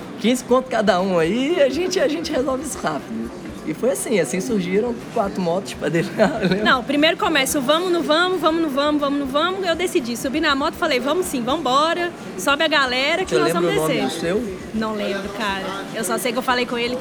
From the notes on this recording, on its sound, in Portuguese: Acredita que esse podcast foi gravado na OOP café no meio da caçada com todo mundo passando!